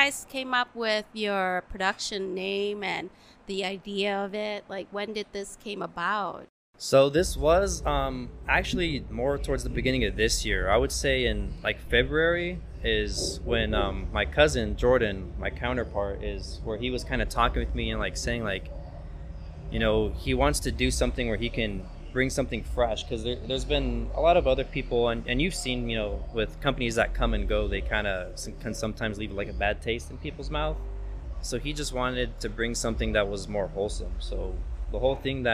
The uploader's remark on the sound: We recorded this episode at Jackpot Bar & Grill in the heart of Las Vegas